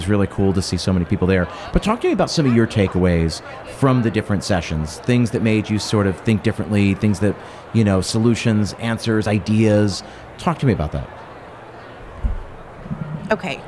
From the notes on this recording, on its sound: Lightning Interviews at Bar & Restaurant Expo. I was out there in Las Vegas giving two talks to the crowd... I also had the opportunity to podcast live from the trade show floor. I did a series of lightning interviews with some vendors, sponsors, and operators in attendance.